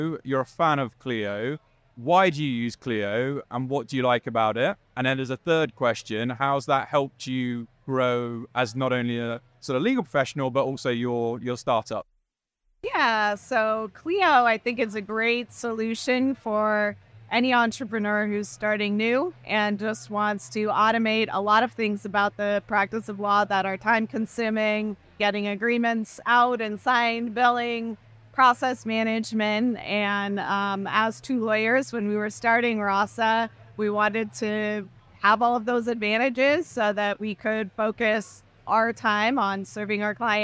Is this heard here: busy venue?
yes